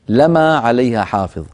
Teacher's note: بفتح الميم من غير تشديد